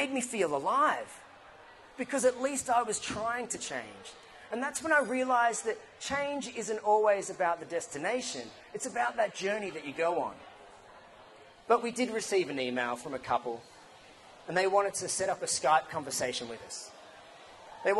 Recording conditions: busy venue